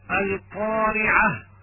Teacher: يجب الانتباه إلى همس الهاء عند الوقف عليها، خاصة إن كان ما قبلها مفتوحا حتى لا تقرأ ألفا، مثال القارعة، حتى لا تقرأ القارعة لأن ذلك لحن في التلاوة.